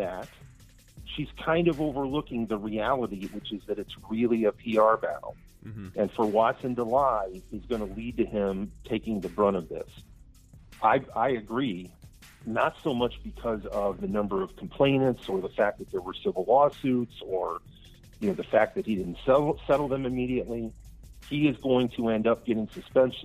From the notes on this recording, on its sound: answers phone calls all show long.